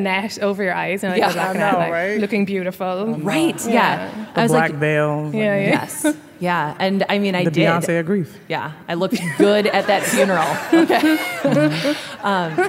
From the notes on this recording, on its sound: Werk It: The Podcast is a compilation of some of the best moments from the live event.